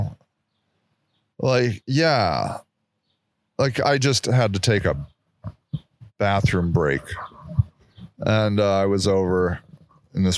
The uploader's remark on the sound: I'm trying out my new mobile studio. This week's show was recorded in our developing memorial garden.